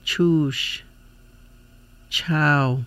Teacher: The next one is the CH sound. It is made by the tongue against the gum ridge and the roof of the mouth, releasing the air softly.